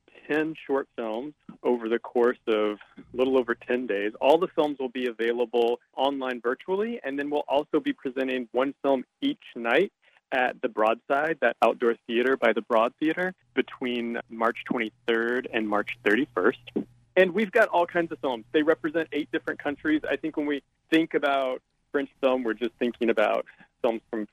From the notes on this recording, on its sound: joins us by phone